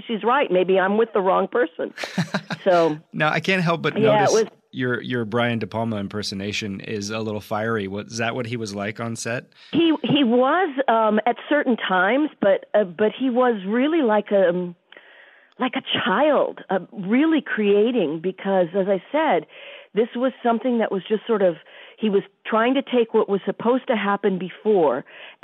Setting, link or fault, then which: link, phone line